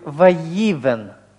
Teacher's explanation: Он будет выпадать, ударение будет перемещаться к началу, на приставку имперфекта